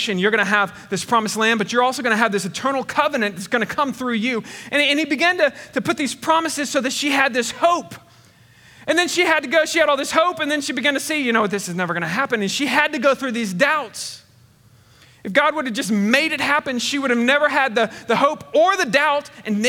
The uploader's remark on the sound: Recorded on 8/22/21 at Connection Point Church